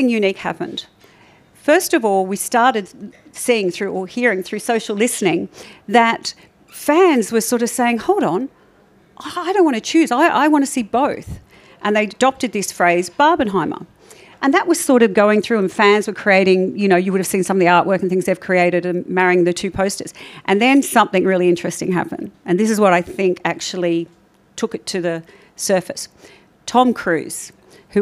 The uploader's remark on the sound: Joined Variety AU/NZ for a spurring conversation at the publisher’s inaugural CMO dinner.